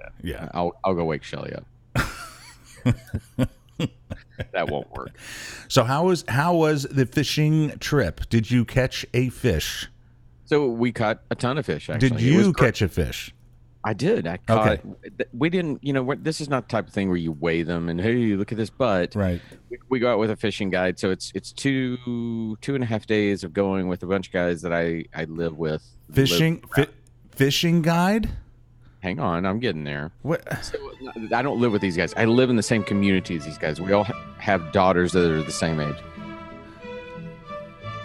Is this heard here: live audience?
no